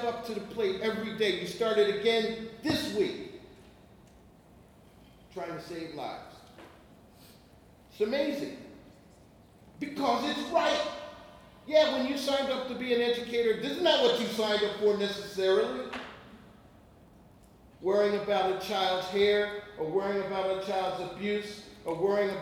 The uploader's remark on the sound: speaking at the first ever Innocent Classroom Conference on August 18, 2018 in Omaha, Nebraska